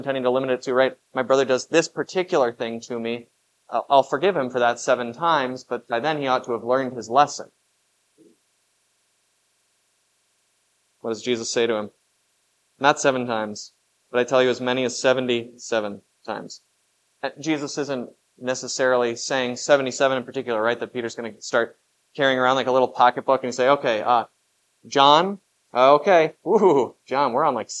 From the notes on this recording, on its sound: was preached at Grace of God Lutheran on September 17, 2023